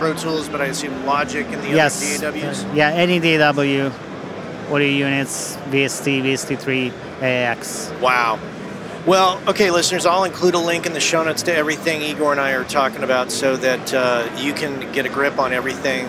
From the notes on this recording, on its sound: With NAMM 2023. All of the guests for this episode were recorded on my recent trip to NAMM 2023.